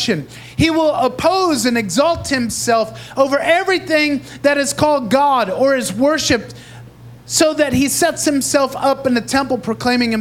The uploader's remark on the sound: Recorded live in Praise Revival Center in Davao City, Philippines.